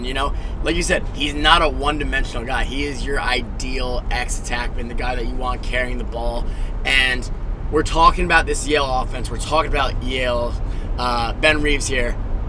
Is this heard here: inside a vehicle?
yes